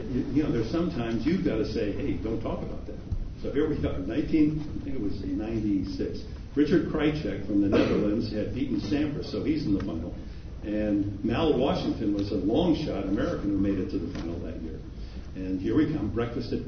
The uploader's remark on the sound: A clip from the Axthelm Lecture. In the Marquette University Alumni Memorial Union.